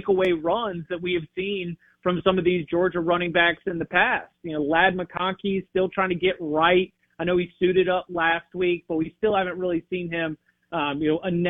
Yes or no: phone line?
yes